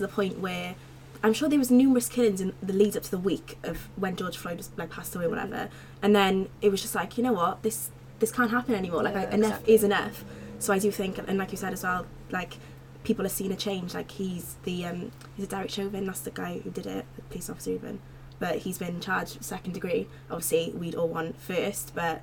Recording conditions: sounds in the background